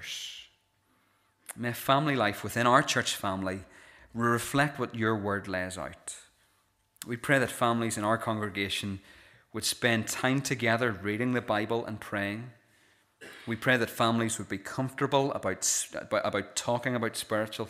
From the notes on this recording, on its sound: This is the recording of the Bible reading and sermon from our evening service on Sunday 14th January 2024.